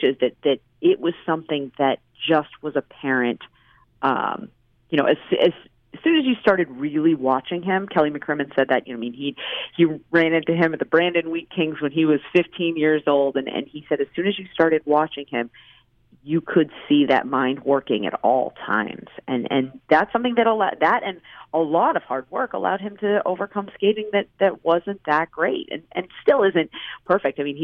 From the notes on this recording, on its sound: hops on the line from Vancouver